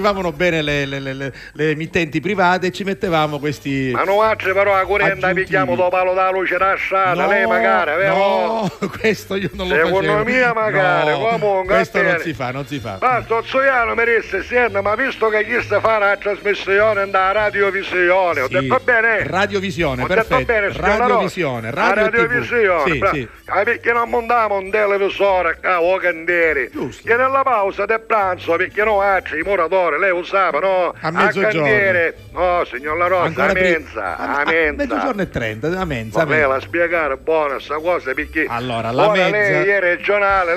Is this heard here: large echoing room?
no